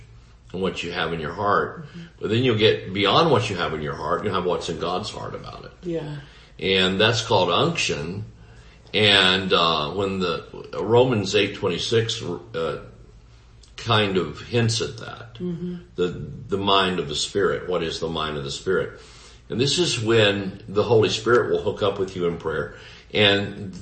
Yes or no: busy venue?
no